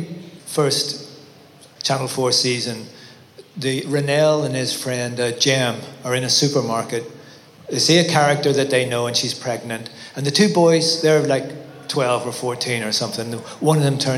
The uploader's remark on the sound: In this panel conversation we hear from Top Boy’s top table. A live recording from Top Boy Live, a day of talks and workshops supporting the next generation of British talent in film, TV, music and beyond.